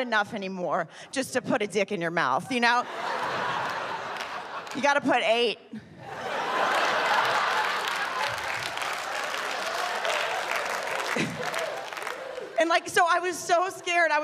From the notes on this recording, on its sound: Filmed live in Los Angeles, CA.